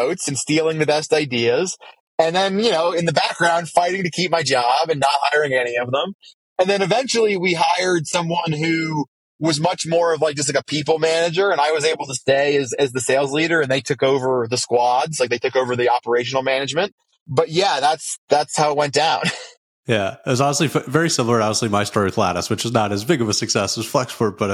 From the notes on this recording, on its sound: Talkin' Sales in a Pickup Truck. First-ever guest to call in from a pickup truck in Wyoming.